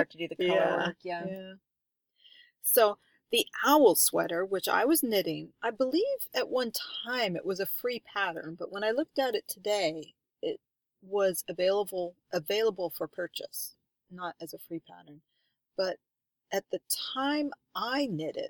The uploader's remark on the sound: We are recording in the redwoods again, and we met up with some turkeys!